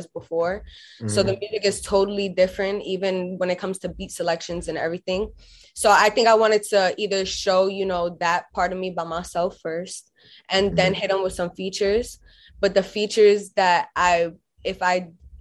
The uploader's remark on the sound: full zoom interview